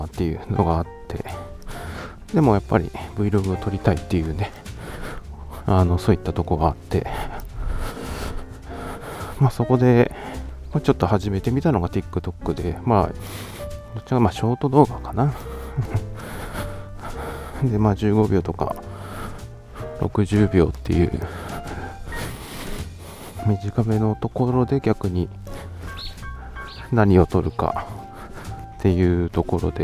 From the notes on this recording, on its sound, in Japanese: 散歩しながらの収録のため、少々荒めの呼吸音はご容赦ください